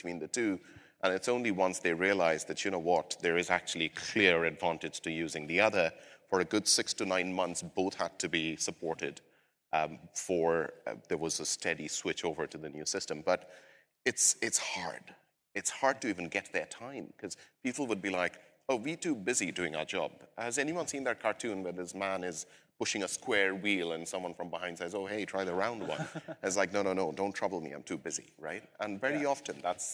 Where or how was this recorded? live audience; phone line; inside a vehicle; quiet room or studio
live audience